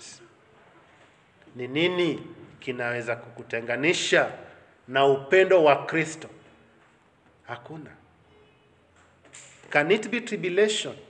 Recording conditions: live audience